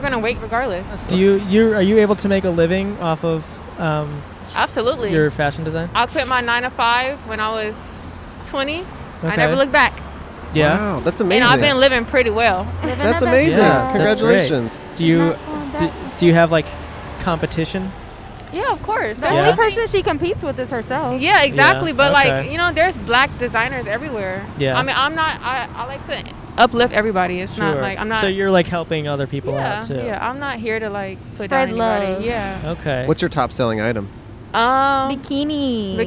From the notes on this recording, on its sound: We set up in front of the iconic store for all the crap you need to stay alive! Recorded on May 22 on Santa Monica Blvd in Hollywood.